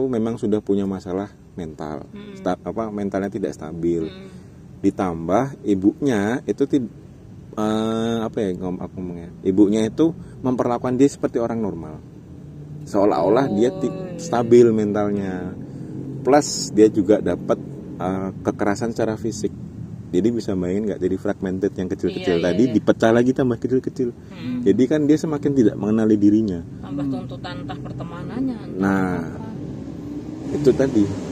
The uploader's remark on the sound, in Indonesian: Kami rekaman di parkiran MC D Sudirman Jogja biar ada sensasi mobil goyangnya gaes.